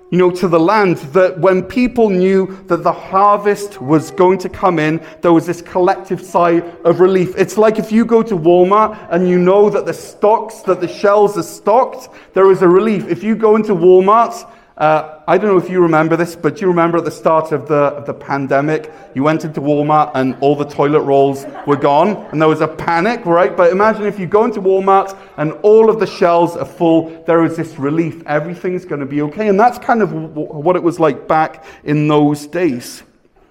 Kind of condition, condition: setting, large echoing room